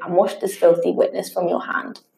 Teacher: a line which contains 10 syllables in pairs, an unstressed syllable followed by a stressed one with a pattern repeated 5 times in a line · Term: Iambic pentameter